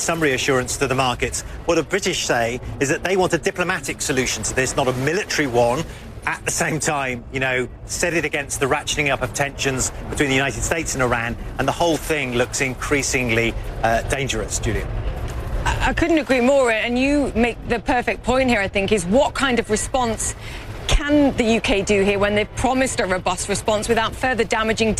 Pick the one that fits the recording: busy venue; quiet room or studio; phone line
busy venue